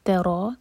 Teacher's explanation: تا لائٹ، را ہیوی